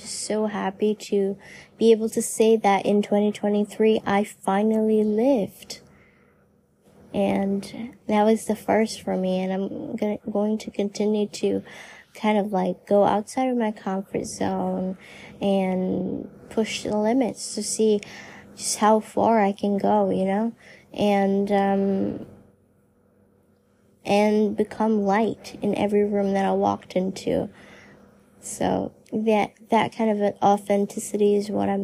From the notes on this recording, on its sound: Just a lil personal voice memo